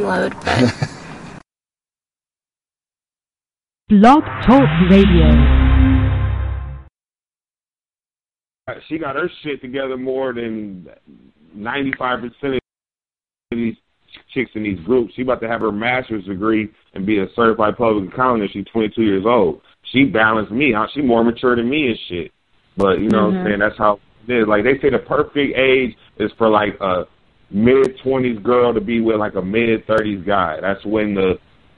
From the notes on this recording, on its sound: …'s Personal Prank Phone Calls Collection.